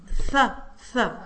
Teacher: वहाँ सीन है, इस विस्लिंग सिटी की आवाज़ आ रही है